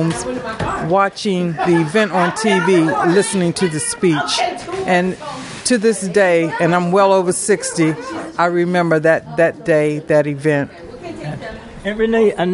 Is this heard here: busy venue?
yes